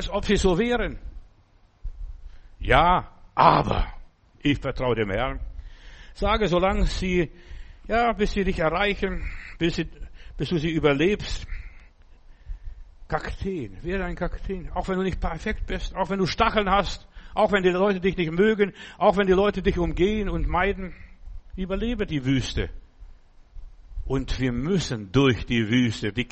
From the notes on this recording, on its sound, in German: im Gemeinde-Zentrum in Berlin aufgenommen